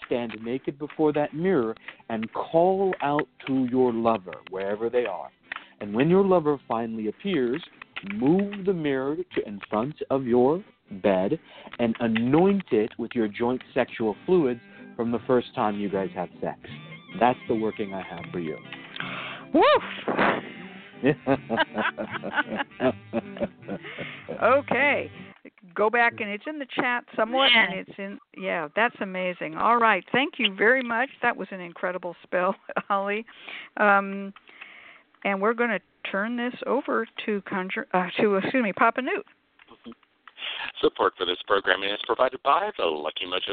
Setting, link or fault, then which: link, phone line